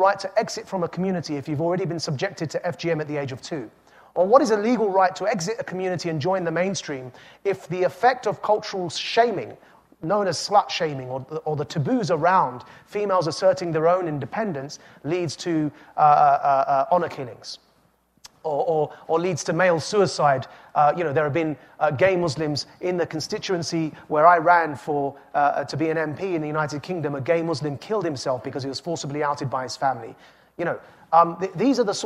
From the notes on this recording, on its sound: This talk was recorded live at the Aspen Ideas Festival.